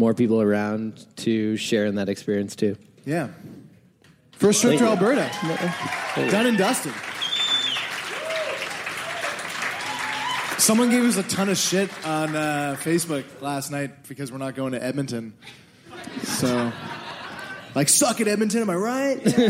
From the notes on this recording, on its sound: This week on Sickboy we're LIVE from SAIT in Calgary Alberta!